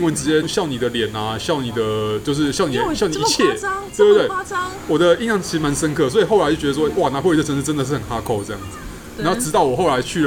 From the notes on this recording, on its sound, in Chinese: 本集白噪音指數：微風級 2/5。錄音地點： Parko Parco 的室外用餐區。